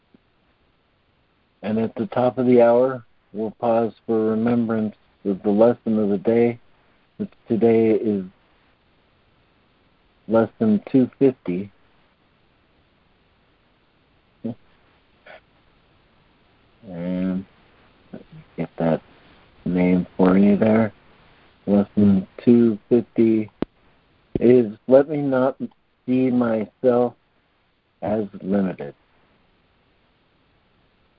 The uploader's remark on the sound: ACIM Daily Conference Call